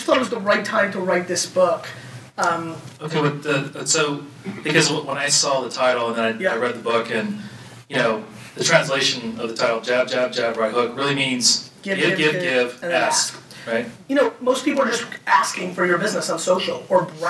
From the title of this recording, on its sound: Fireside Chat at Startup Grind NYC